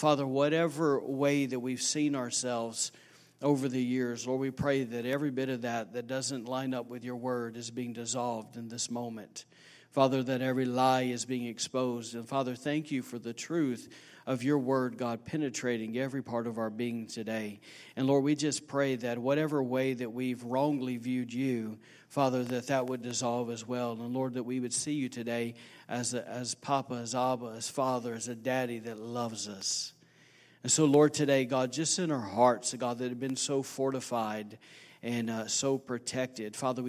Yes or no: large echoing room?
yes